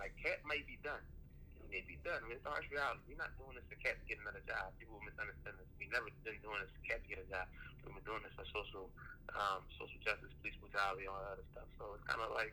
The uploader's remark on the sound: Each crew member gives their take on this situation and also get a 4th opinion from a special guest via phone.